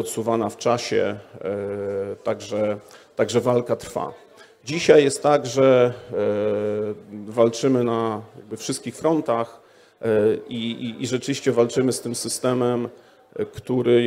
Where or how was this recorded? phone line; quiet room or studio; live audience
live audience